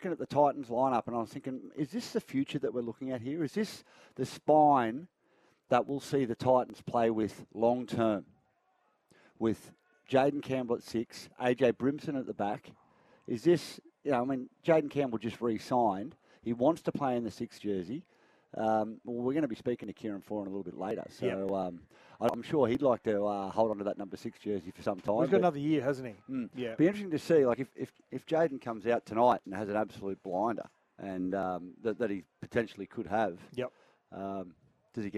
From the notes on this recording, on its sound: Live from Cbus Super Stadium ahead of the round 15 clash between the Titans and Tigers.